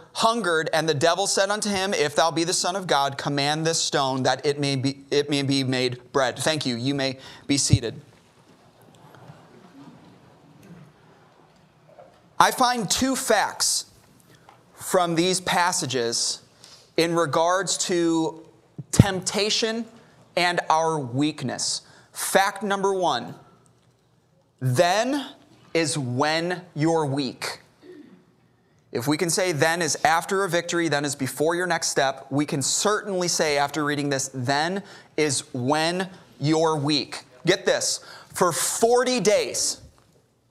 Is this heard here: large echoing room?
yes